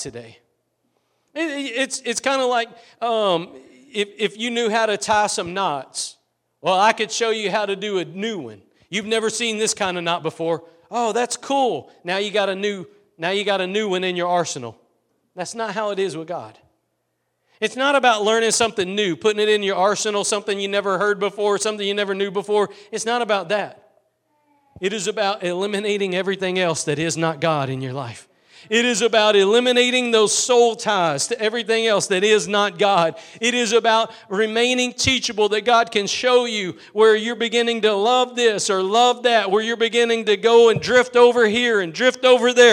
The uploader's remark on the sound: Preached at Gospel Lighthouse in Bossier City, La.